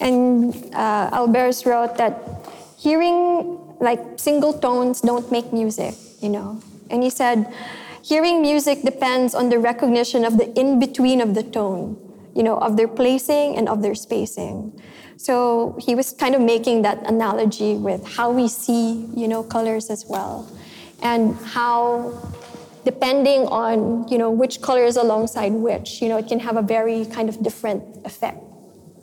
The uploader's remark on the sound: This session was recorded live in May 2018 at National Gallery Singapore .